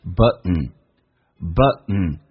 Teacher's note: T 跟 N 组合经常那个 T 是不用发音，气流阻塞一下